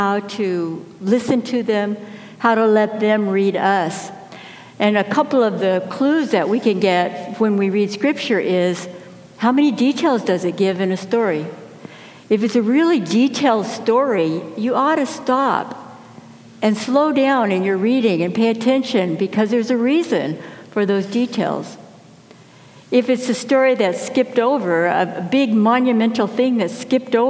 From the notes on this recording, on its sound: Message delivered during the 9am Blended Worship Service.